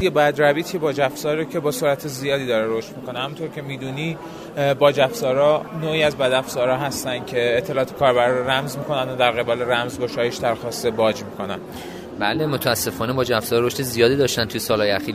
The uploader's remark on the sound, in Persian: در این قسمت صدای ما را از چهارمین نمایشگاه بومی سایبری میشنوید.